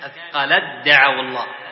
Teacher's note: إدغام التاء مع الدال إدغاما كاملا أثقلت دعوى الله هذا عند الوصل وأما إذا وقفنا نقول فلما أثقلت فلما بهمس التاء الوقوف عليه، وإذا واصلنا نقولنا أثقلت دعونا بالإدغام.